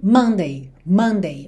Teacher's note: Sendo que a sílaba tônica tem que ser no começo, não Mandei, mas sim Mandei, Mandei, ok?